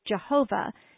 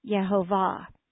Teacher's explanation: In English, we have changed the Y to a J and accented the second instead of the third syllable · Shown in: first take · so we say Jehovah instead of Yehovah.